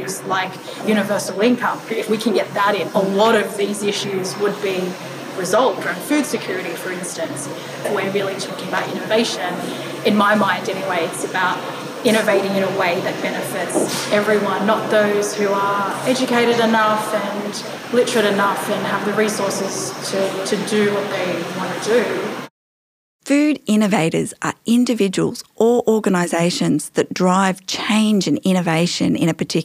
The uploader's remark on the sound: Some of the audio in this episode was recorded in Sydney Food Innovator Workshop held in April 2022. Food Forward was recorded on the lands of the Gadigal people of the Eora Nation. Recording Studio : The Brain Studios.